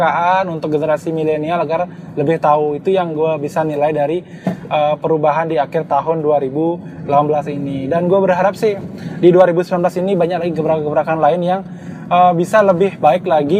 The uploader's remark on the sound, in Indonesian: maaf suara gw kurang jernih karena gw rekam podcastnya lagi di jalan sambil nyetir